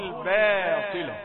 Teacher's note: الباء ليست من التفخيم، ويمحو الله الباطل